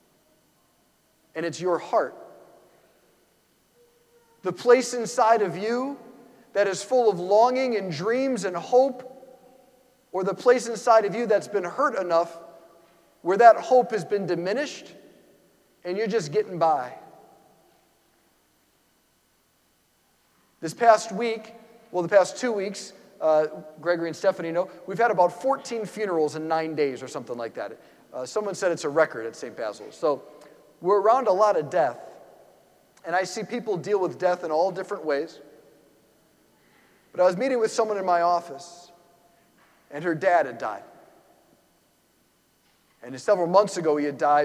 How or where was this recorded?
large echoing room